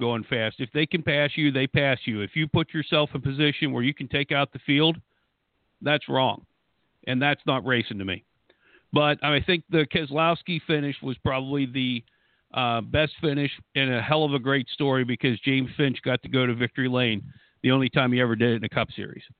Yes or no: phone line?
yes